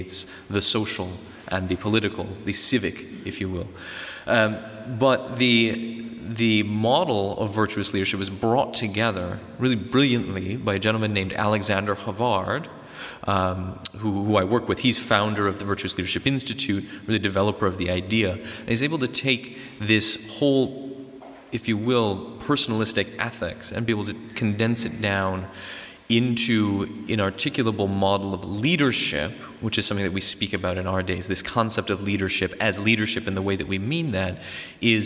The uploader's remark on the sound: This episode is a recording of a talk given in November 2019 at International Theological Institute in Trumau (Vienna), Austria.